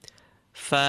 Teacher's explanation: Fa, nice and clean, feel it. The edge of your upper teeth meeting the inner part of your lower lip.